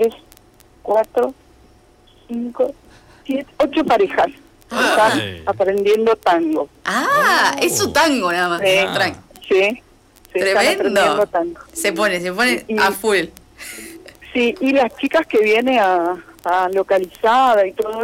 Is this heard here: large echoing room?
no